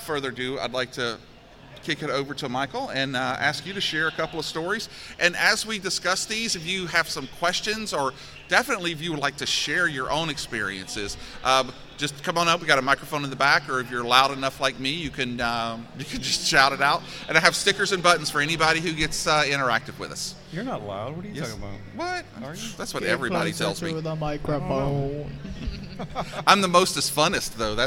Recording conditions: busy venue